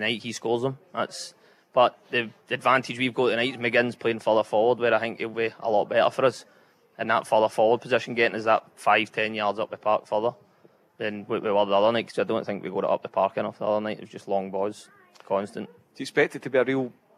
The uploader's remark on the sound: The team are live at the Radisson Red building up to England vs Scotland at Wembley.